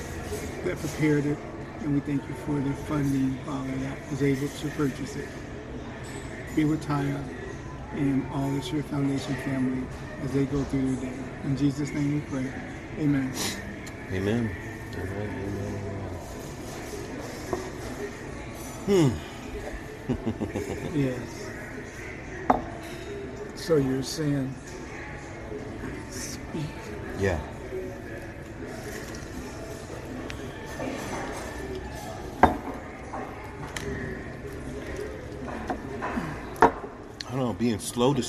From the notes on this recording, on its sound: don’t let the sound of the restaurant distract you